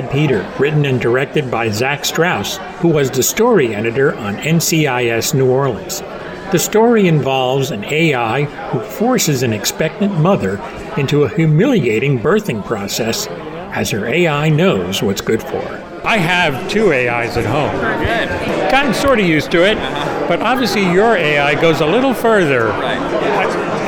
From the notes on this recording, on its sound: Here is a red carpet that I covered at the Tribeca Festival for short sci-fi films called Into The Void.